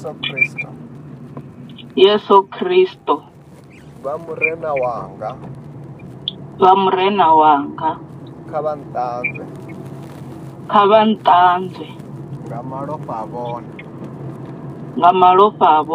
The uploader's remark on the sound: healing over the phone